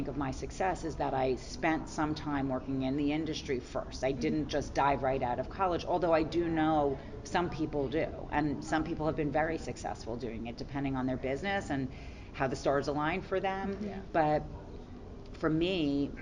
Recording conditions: busy venue